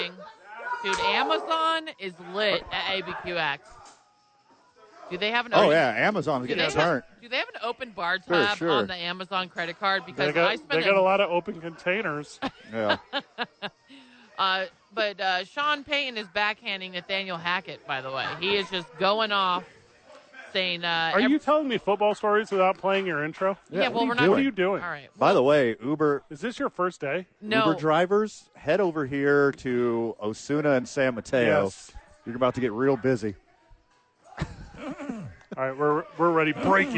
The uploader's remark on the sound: live from ABQ Axe